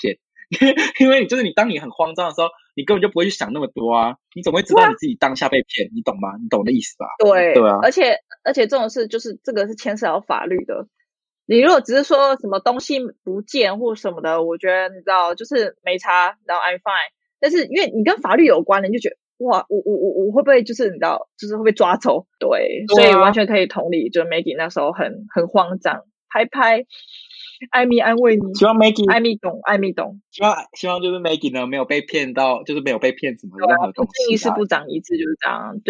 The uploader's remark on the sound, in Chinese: 這集是線上錄音，音質可能沒有這麼好